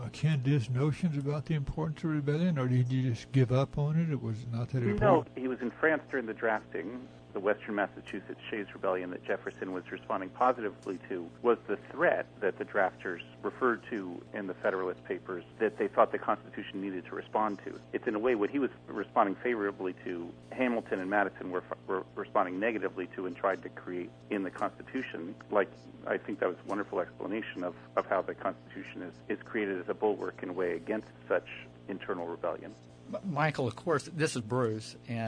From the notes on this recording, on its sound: joins the conversation by telephone